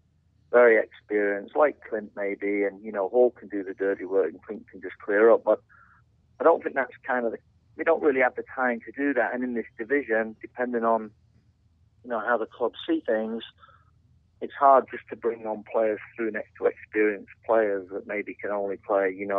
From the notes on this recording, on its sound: On the phone this week